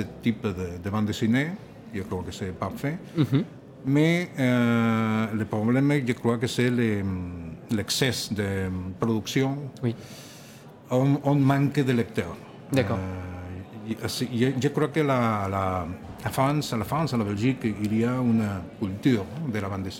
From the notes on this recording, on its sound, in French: Un entretien enregistré dans le cadre du festival SoBD - Toute la bande dessinée au cœur de Paris.